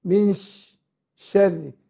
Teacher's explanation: الشين هنا حرف تفشي بتخرج من وسط اللسان، تفشي يعني بيكون طبعا بتخرج من وسط اللسان.